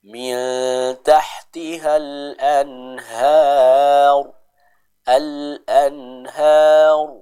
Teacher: kita sempurnakan huruf ra-nya dibaca dengan tebal